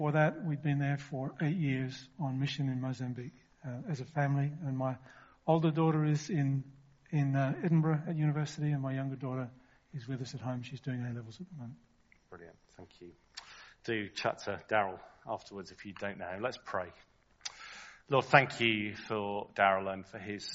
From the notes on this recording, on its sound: Recorded at the 10:30 service on Sunday 5th March 2023 at St Andrew’s Church